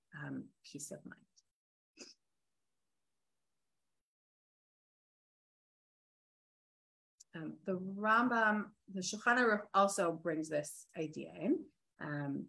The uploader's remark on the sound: This audio was originally captured from Zoom